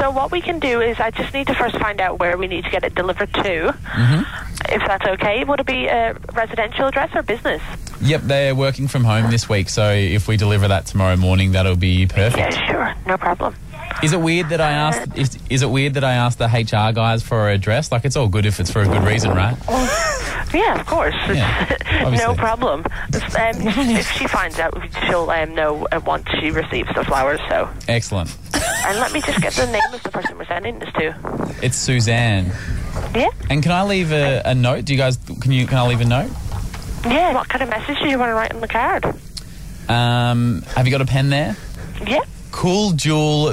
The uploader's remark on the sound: phones another florist